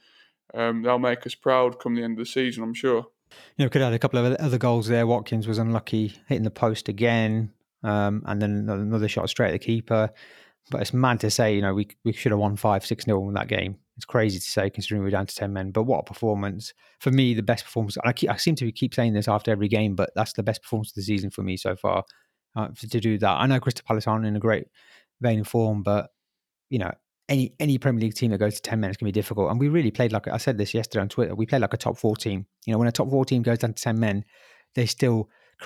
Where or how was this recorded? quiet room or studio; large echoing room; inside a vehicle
quiet room or studio